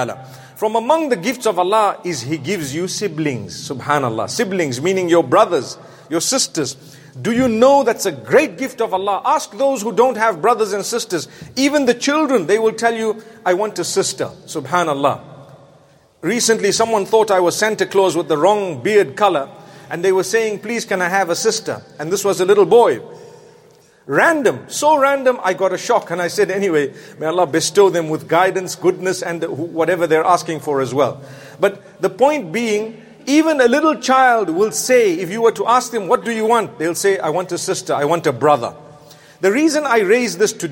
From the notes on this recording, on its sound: Jumu&#8217;ah Lecture from London Holloway Masjid